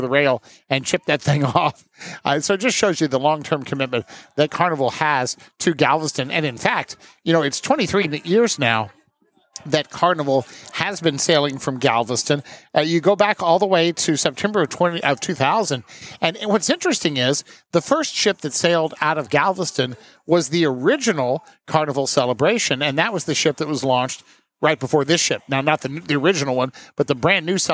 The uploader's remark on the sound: Recorded live onboard the maiden voyage of Carnival Jubilee